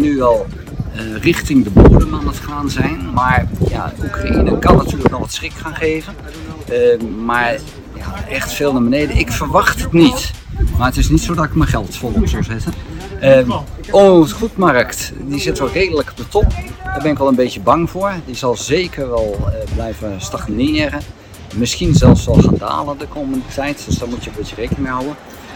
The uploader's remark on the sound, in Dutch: Excuus voor het geluid, microfoon werkte niet mee.